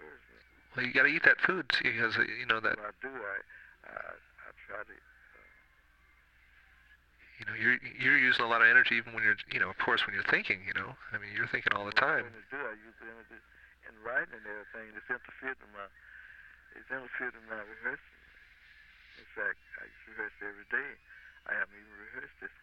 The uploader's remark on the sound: Phone call